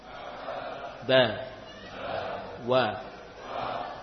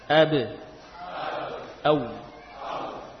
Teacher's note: Sama-sama atau sama dalam makhraj, ba dan wawu. Sama-sama dari bibir.